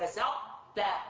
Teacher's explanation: تبقي صفة الاستعلاء للطاء